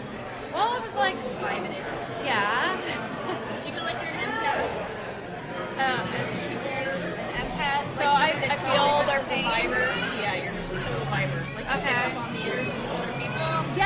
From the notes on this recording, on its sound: We are LIVE at Braxton Brewing Company in Covington, KY